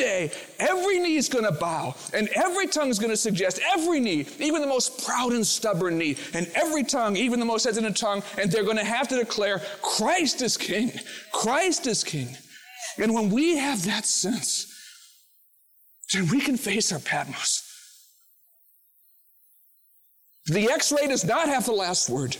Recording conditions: large echoing room